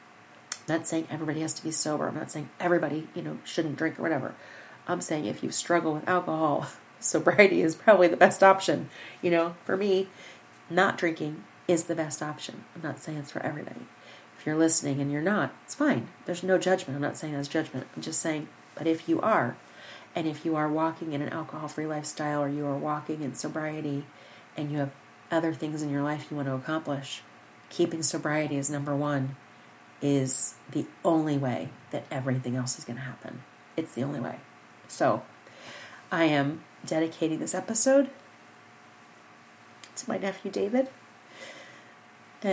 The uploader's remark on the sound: Unlike most episodes, there is no intro or outro music - this is just you, me, the microphone & Coco snoring in the background.